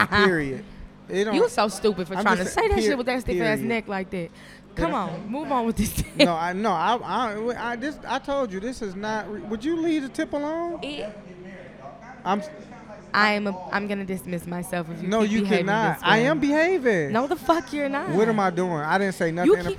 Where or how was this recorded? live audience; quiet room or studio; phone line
live audience